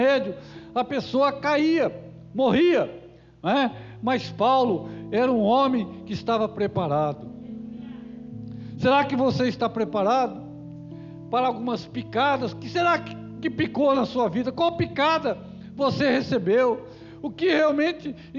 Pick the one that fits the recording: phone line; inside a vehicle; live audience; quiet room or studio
live audience